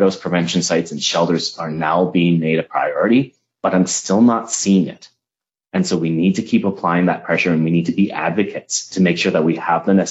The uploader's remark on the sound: This is an audio only version of an HSABC Webinar recorded on March 31, 2020.